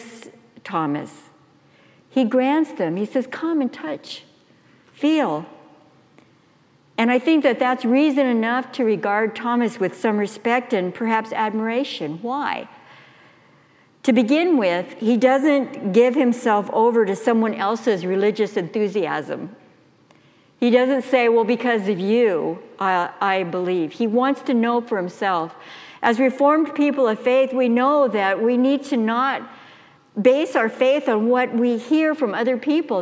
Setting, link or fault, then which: setting, large echoing room